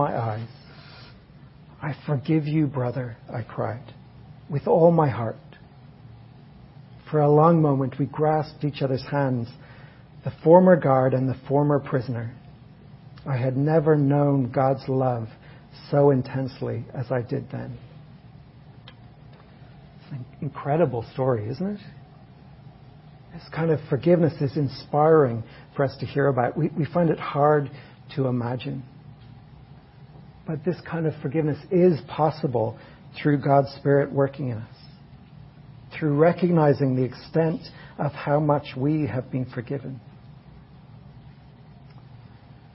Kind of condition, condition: setting, large echoing room